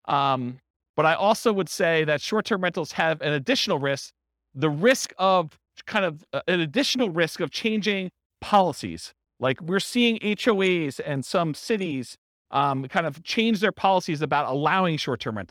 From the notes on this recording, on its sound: This was a live class recorded.